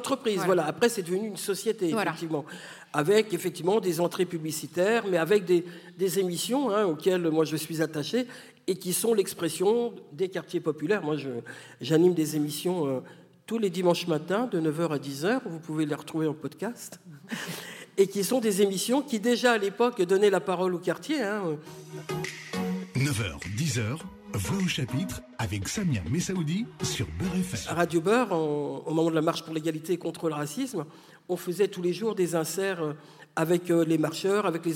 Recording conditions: live audience